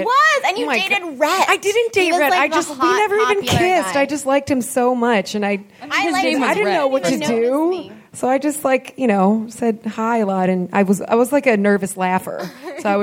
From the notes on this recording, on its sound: Live from LA Podfest. What ensued was an afternoon of music, cookies, fake tattoos, and a double M.A.S.H.